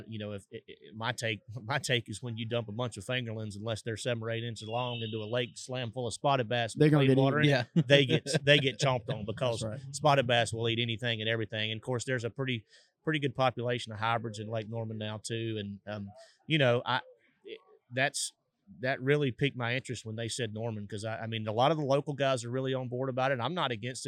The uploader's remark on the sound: This episode was recorded during Anglers Choice Open House in Martinsville Virginia so there is some background noise as announcements were being made. We cleaned it up the best we could.